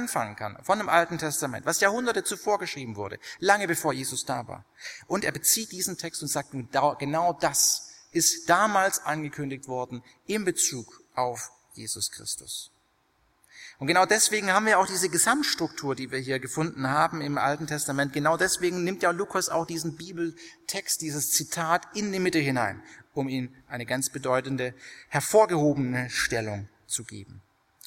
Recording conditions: large echoing room